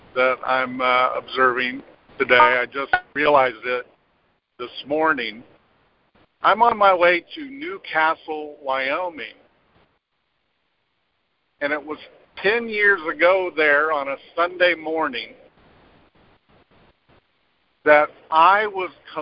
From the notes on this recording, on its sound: ACIM Daily Conference Call.